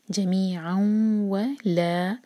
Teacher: جمیع جیم کو لائٹ پڑھنا ہے، جو جیسی آواز نہ آئے، ج جمیع می دو حرکہ مد طبعی، عین کی تنوین کے بعد واو، جمیعا و ادغام غنہ کے ساتھ، دو سیکنڈز کا ٹائم دینا ہے، ناک میں آواز رکھنی ہے